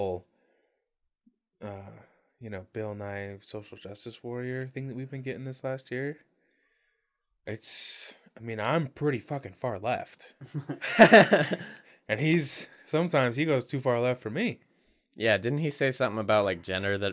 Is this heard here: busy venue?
no